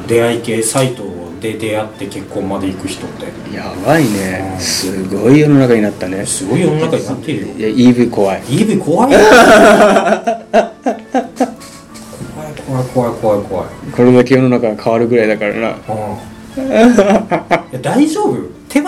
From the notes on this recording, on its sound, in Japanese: 今回もマイクの設定をミスってしまい、雑音多めです。貸し切ったスタジオの真ん前で道路工事してやがりました。ガガガガと音が入っちゃいました。